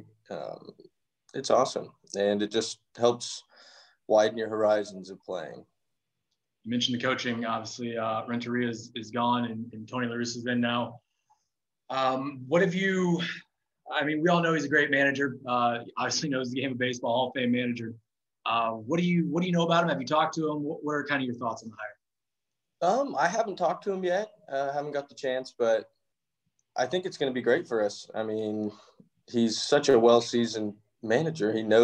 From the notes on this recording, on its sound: via Zoom